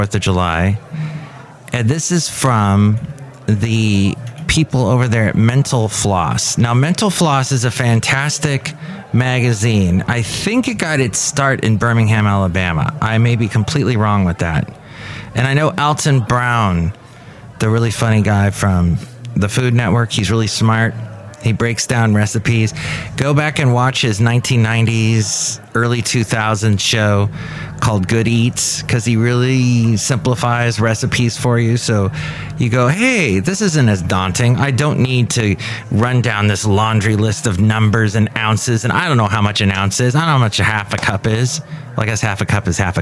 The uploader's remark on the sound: podcasts live from Café Anyway